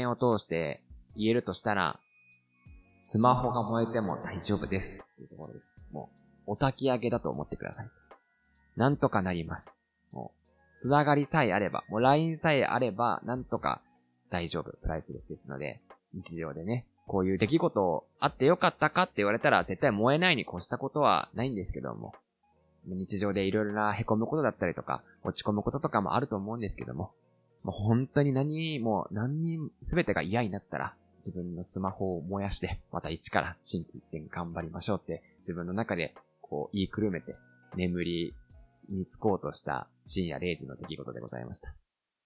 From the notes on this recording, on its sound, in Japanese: 収録の環境が悪く、音質までやってしまっておりますことを謝罪申し上げます。